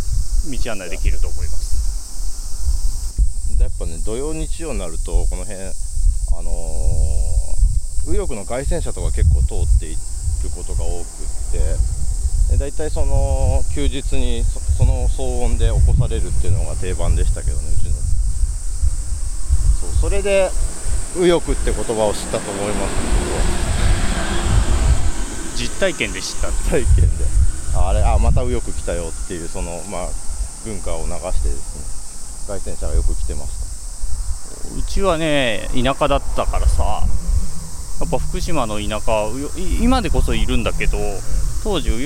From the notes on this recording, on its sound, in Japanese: 夏休みお出かけ企画の第２弾は憲政記念館を出発して国会周辺を散策。音声に風の音が入っていて御聴き苦しいかもしれませんがご了承ください。